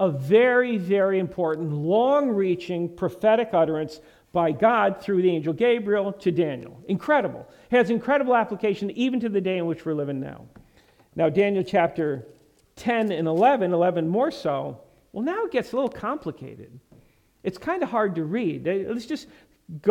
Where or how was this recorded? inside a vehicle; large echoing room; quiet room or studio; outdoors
large echoing room